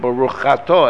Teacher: the Aleph gets swallowed up